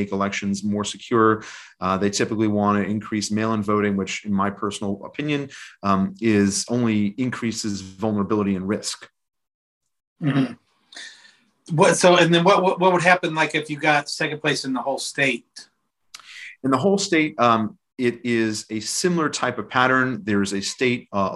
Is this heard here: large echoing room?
no